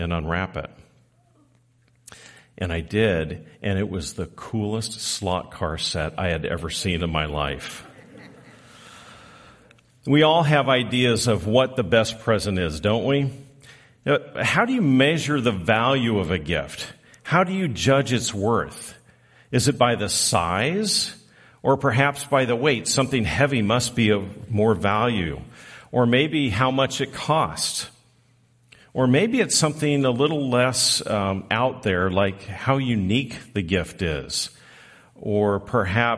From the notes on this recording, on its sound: Recorded live on December 24, 2023